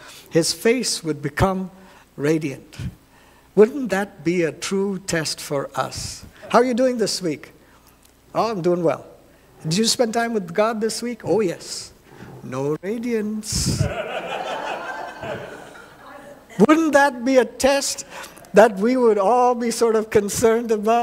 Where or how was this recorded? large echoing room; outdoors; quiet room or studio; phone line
large echoing room